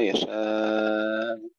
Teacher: في هذا الوجه يخالفه حمزة فيقرأها يشاء بالمد المشبع مع تسهيل الهمزة بالروم